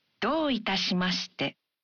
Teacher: When you say, どういたしまして? You say the vowel, お in ど one beat longer.